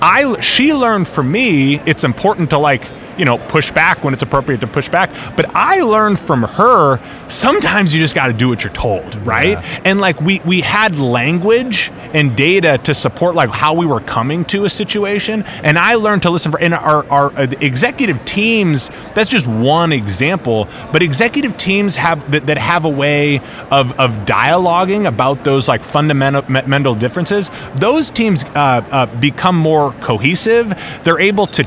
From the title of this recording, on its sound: Live from SIOP